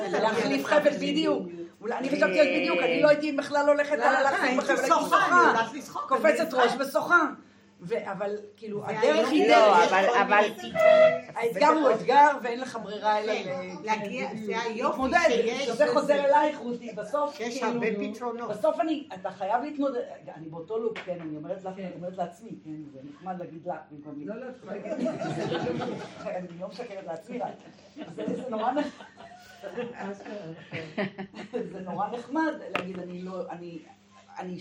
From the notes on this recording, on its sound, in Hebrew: הקלטת שיעור חי ראשון. במסגרת תוכנית הלימודים השנתית של בית המדרש מתן שומרון, שמתקיימת בבית הכנסת המרכזי בקרני שומרון בימי ראשון בבוקר.